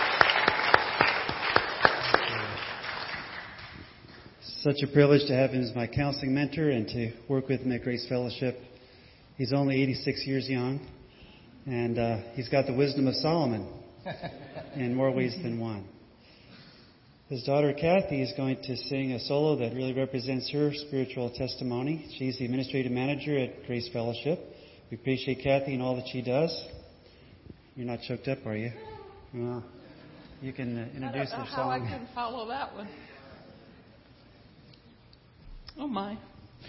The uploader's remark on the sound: This is the audio recording of a church service